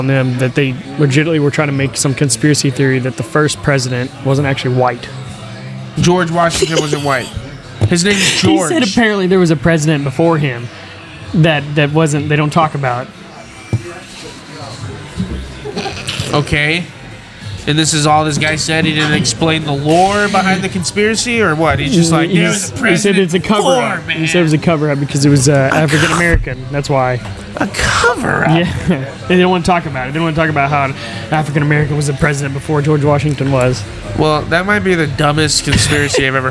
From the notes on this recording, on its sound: LIVE FROM THE AXL BARBER SHOP!